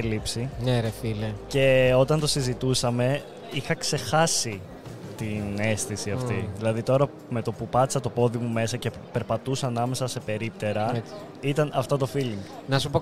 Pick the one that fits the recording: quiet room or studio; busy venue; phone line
busy venue